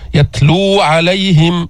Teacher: واو ساكنة قبلها مضموم فإذا بدك تمد لابد أن تمد حركتين يتلو عليهم من الخطأ أن تقول يتلو عليهم بل حرام لأن قصر المد الطبيعي يعني عدم الإتيان بالمد الطبيعي قال العلماء حرام لا يجوز.